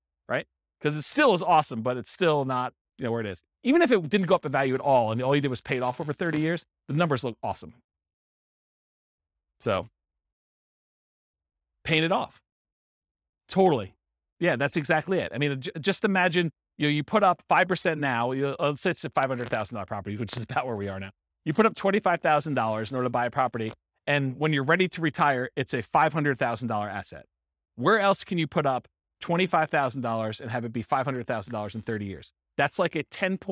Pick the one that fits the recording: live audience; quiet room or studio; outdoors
live audience